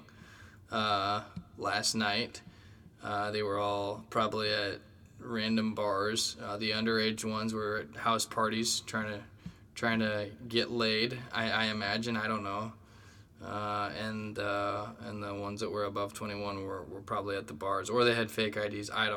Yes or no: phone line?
no